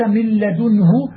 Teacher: صار مخرج النون من مخرج اللام، لأنك أبدلت منها في حال الإدغام لاما